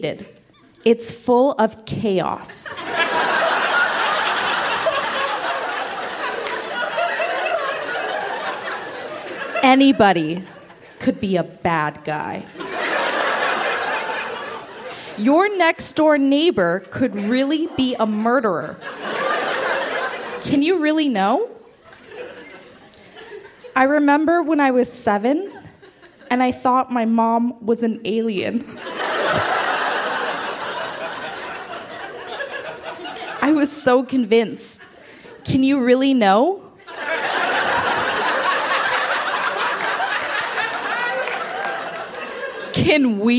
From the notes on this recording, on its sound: Recorded live at The Royal Cinema in Toronto.